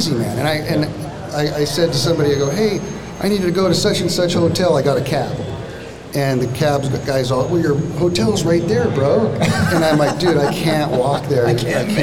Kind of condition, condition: setting, live audience